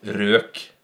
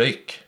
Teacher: det er også den der erkekjennetegnet på Østfold-dialekta, er jo om du sier røk eller røyk · Term: den berømte diftongen